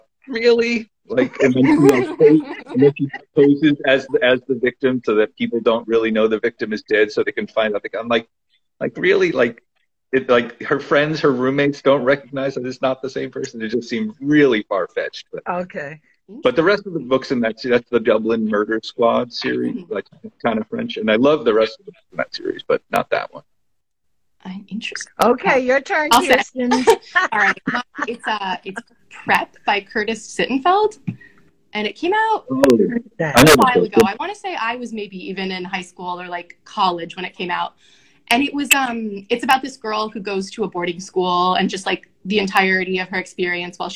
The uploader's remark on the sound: This month's episode is from an Instagram Live session